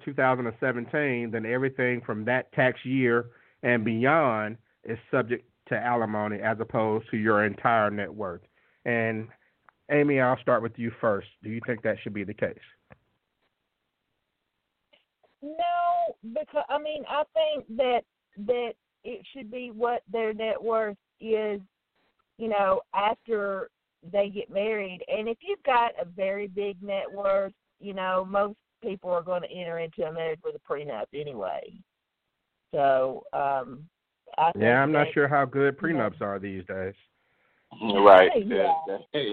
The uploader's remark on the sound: On tonight's live call-in show, I'll ask the callers the questions and they will decide the answers. The Talk 2 Q Radio Show.